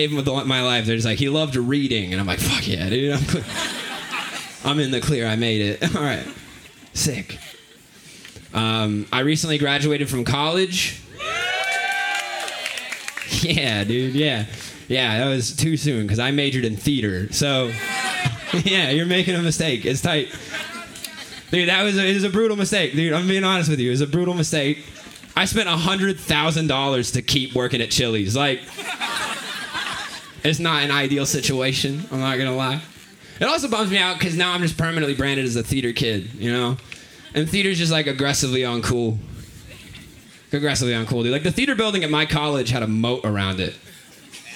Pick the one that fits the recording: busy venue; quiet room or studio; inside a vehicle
busy venue